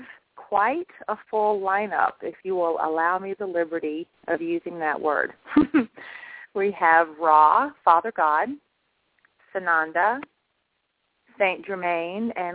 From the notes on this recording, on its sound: She will do a channeling session live so that callers can hear from our Teachers and Guides, and call in and speak with the Ascended Masters. This radio show. Personal responses to callers during the special call-in segment.